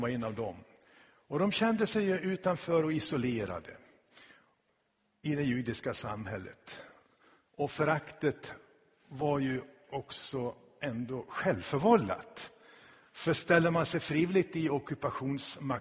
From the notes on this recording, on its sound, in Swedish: Inspelad i Tabernaklet i Göteborg 2016-10-09.